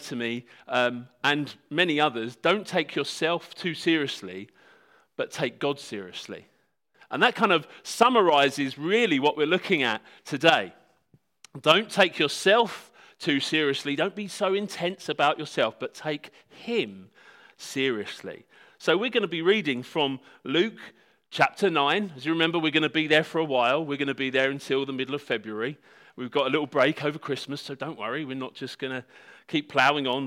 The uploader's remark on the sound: This talk was given at Hope Church Sevenoaks on Sunday December 1st 2019.